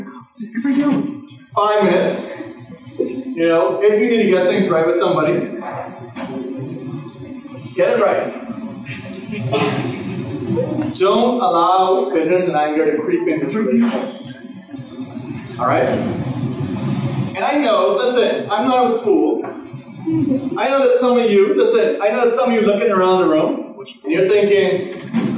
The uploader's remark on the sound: Please forgive us we had some technical Issues with this Recording but brought you the best we could do with what we had